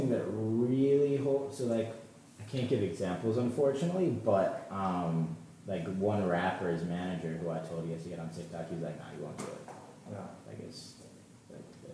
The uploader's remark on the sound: Recorded during the 2019 Columbia University Sports Management Conference